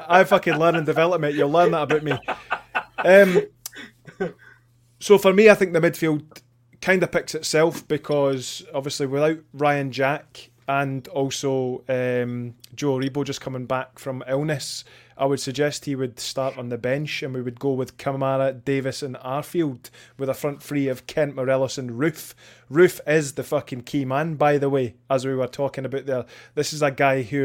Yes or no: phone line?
no